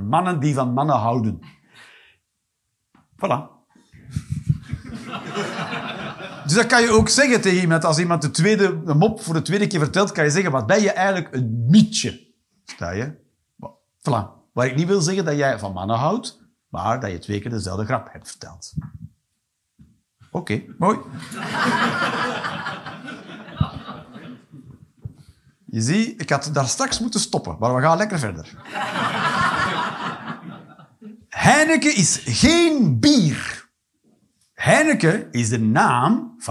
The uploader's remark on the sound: Live 15 November 2023, Kargadoor, Utrecht.